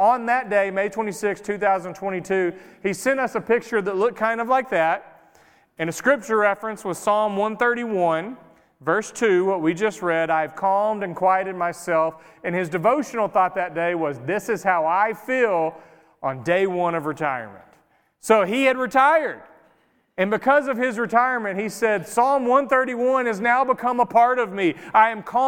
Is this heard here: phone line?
no